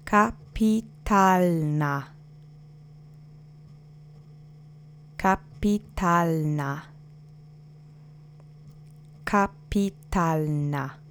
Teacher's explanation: The accent is on the penultimate syllable.